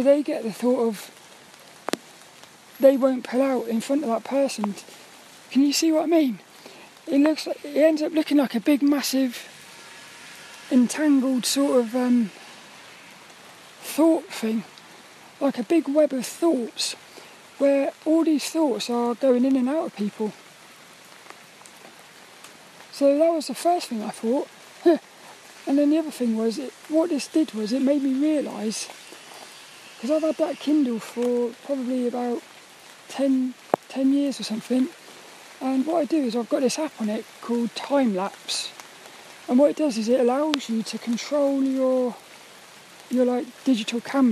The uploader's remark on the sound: This 'About The Tings' episode is a Walk and Talk. As I got caught in a downpour. I recorded this one under the shelter of the trees, which created lots of nice ambient sounds to enjoy.